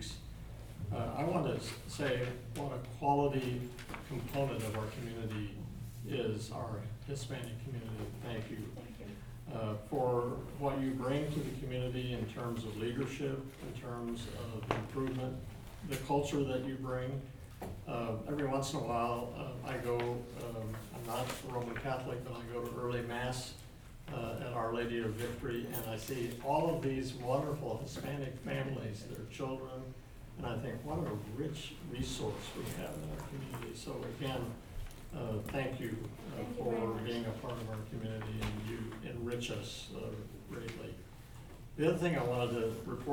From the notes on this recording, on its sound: Live recording of Seaside City Council meeting, September 23.